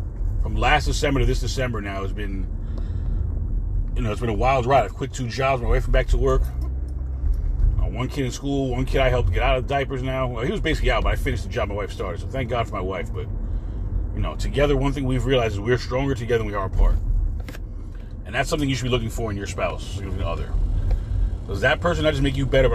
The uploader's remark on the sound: In this CarCast